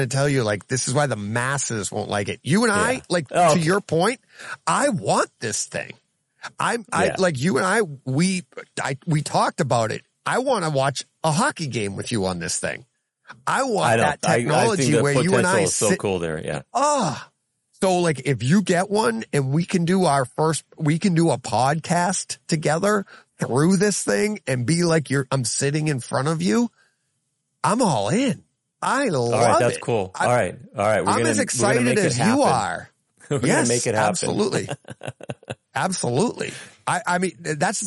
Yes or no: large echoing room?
no